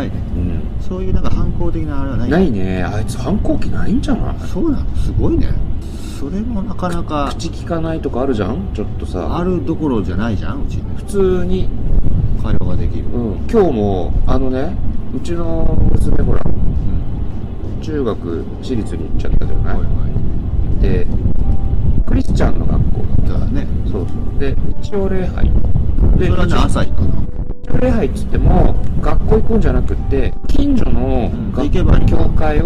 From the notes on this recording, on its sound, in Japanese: 屋外で収録したため、風の音などでお聞き苦しい箇所があります。ご了承ください